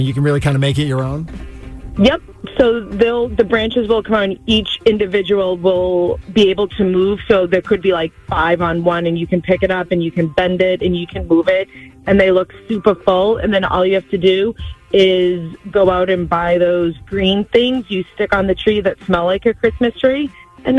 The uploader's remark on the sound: The MAGIC listeners called